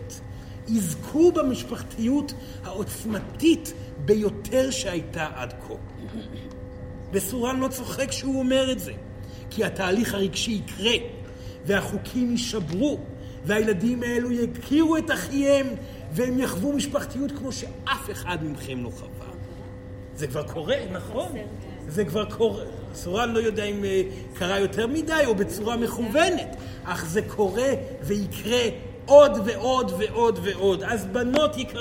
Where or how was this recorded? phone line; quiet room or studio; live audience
live audience